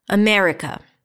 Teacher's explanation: What don't we have to pronounce? So we already agreed that the me is the primary stress